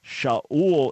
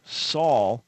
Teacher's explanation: Sh in Hebrew becomes an S, a S in Greek. So, for example, you have Saul, not Shaul.